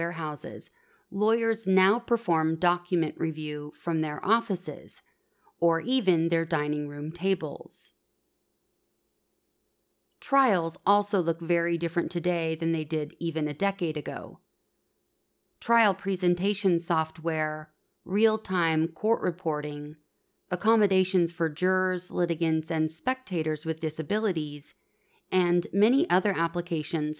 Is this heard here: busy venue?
no